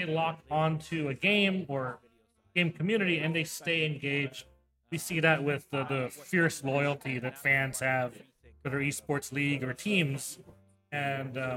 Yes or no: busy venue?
yes